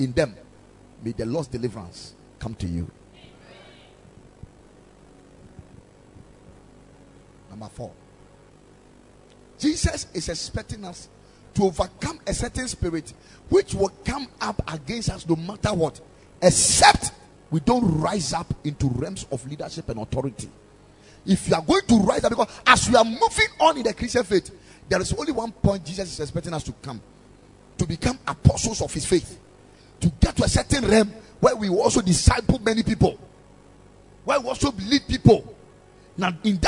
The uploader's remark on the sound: Preached at the Ekklesia Chapel